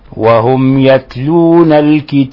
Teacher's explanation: ميم ساكنة مظهرة إظهارا شفويا، فنبينها نسكنها نوضحها، لا نضغط عليها أبدا البتة